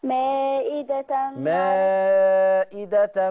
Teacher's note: لكن المتصل مائدة لا يقصر. مائدة مائدة مد أربعة.